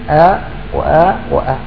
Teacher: الترجيع تجعل الألف ثلاث ألفات آ وآ وآ مع الألف، هذا المرء في الألف.